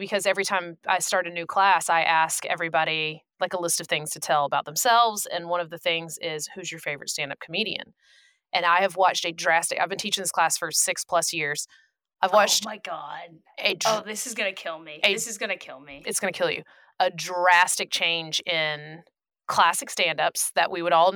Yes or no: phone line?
no